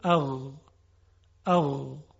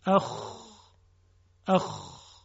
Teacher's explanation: در ابتدای حلق که به اون ادنا الحلق گفته میشه، ادنا یعنی ابتدا، ادنا الحلق محل تلفظ دو حرف است، غین و خا یک خصوصیت مشترک دارن و اون این هست که موقع تلفظشون جداره حلق به ارتعاش در میاد و میلرزه. در غین این ارتعاش خیلی لطیفه، در خا یه مقداری خشنه.